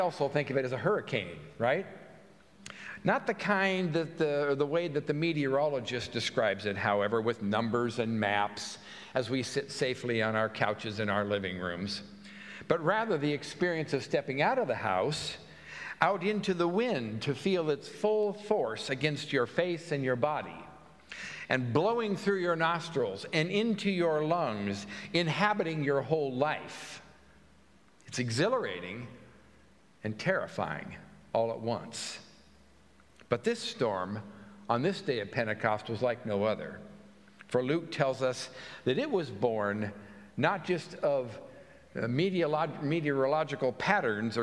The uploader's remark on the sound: At Pender UMC Common Ground Contemporary Worship